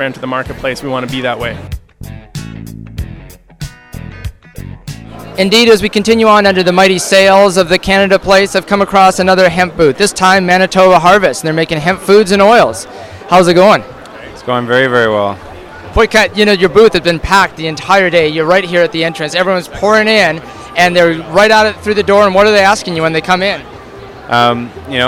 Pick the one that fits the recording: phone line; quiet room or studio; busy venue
busy venue